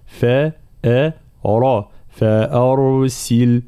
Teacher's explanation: هنا، ما نقولش إنا رسول ربك، لا إنا رسول ربك، فأرسل، را هنا معناها ساكنة مسبوقة بفتح، فإننا نفخمها مع ترقيق الفاء والهمزة